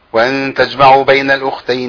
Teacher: هناك قلقلة الجيم وتعطيشة